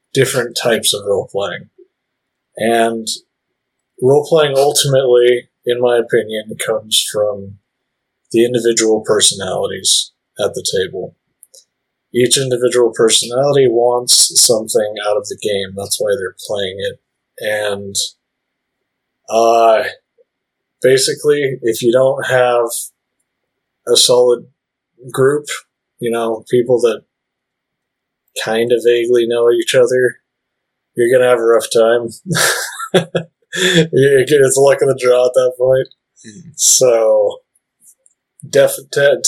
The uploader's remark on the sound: This was part of an initial recording session, there are sadly some audio issues we corrected for later episodes.